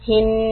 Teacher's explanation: the noon shadda We are going to hold it for two counts